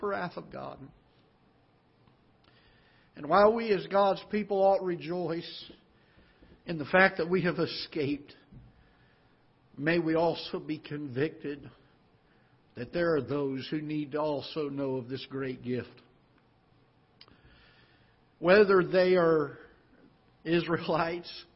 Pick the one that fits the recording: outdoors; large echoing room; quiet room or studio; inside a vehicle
large echoing room